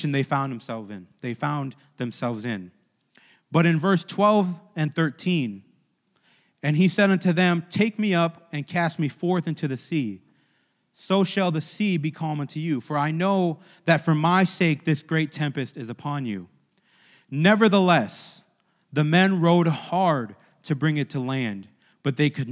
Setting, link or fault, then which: setting, large echoing room